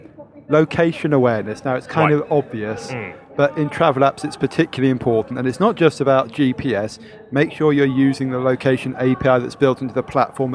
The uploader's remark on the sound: This week the team record 'live' from the travel industry's biggest trade show: the World Travel Market. This week the team record 'live' from the travel industry's biggest trade show: the World Travel Market.